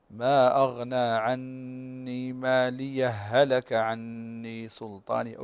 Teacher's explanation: عندنا هنا وجهان، الوجه الأول وهو الإدغام، ما أغنى عني مالية هلك عني سلطانية، أدغم الهاء الساكنة في الهاء المتحركة، إدغام مثلين صغير